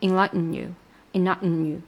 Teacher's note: 就是把那个 T 给吞掉了。这个是美式发音非常常见 · Term: 把这个 T 给吞掉